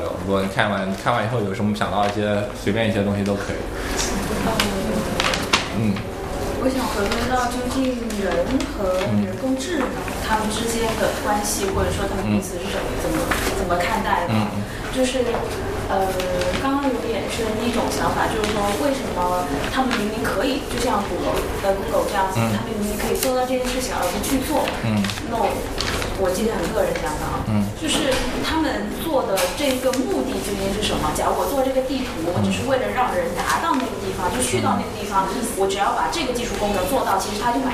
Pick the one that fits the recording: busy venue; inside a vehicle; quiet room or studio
busy venue